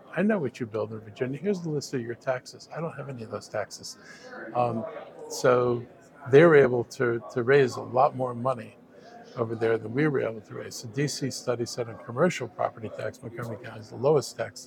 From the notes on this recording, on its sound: at the Winter Maryland Association of Counties Conference